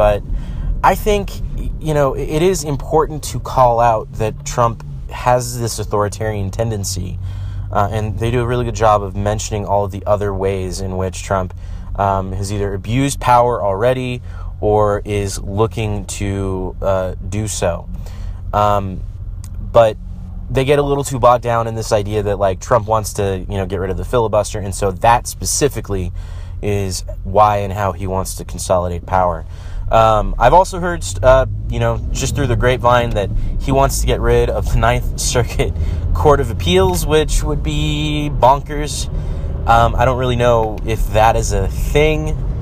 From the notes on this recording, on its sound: here's a quick recording from my drive home from the grocery store.